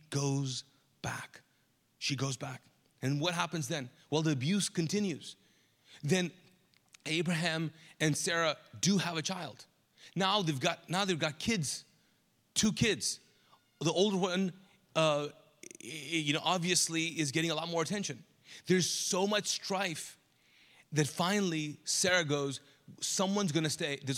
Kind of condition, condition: setting, large echoing room